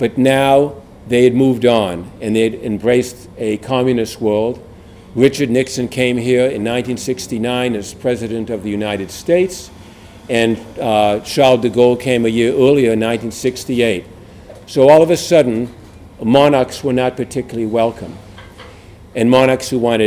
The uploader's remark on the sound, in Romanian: Înregistrare live de la conferința de presă.